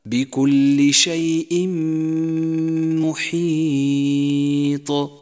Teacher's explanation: والحال نفسه في قوله تعالى: بكل شيء محيط، جاء التنوين وبعده حرف الميم، أدغم التنوين بحرف الميم وشدد حرف الميم وكان زمن الغنة حركتين · Term: الإدغام بغنة